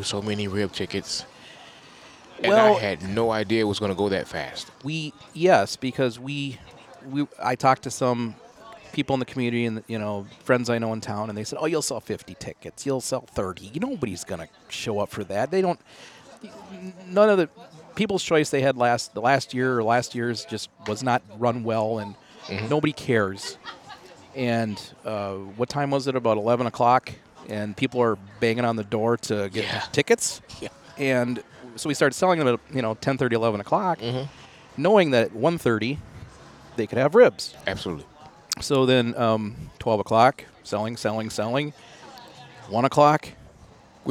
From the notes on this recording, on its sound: In downtown Farmington at a local restaurant, just blocks from where the rib contest was held.